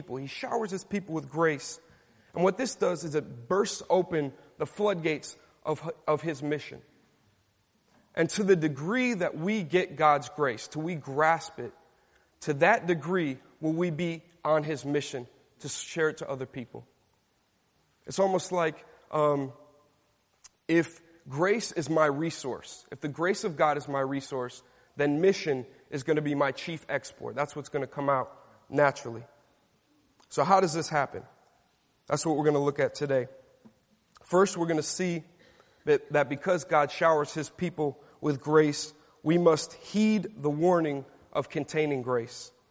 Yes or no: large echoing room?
yes